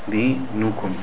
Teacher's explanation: Notice how the noon is very short here. It's only one beat in the word dinukum. Dinukum. Because there's no vowel after it, no mud letter after it, just the lamma.